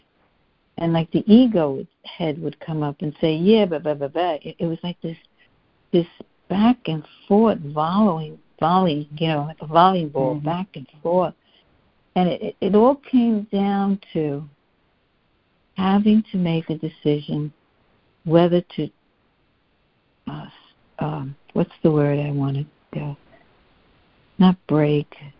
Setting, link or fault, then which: link, phone line